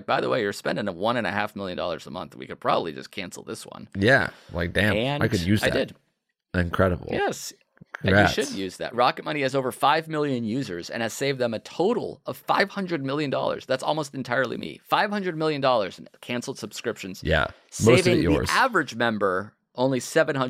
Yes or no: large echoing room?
no